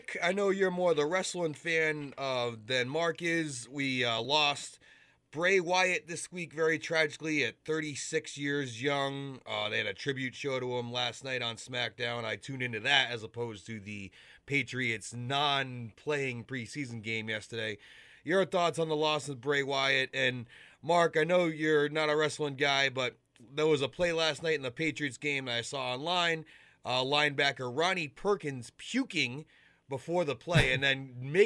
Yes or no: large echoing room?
no